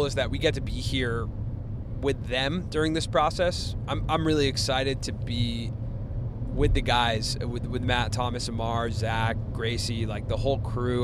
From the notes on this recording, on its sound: While we were driving from Pheonix to Flagstaff Arizona, we turned on our mics and recorded one of our most vulnerable conversations to date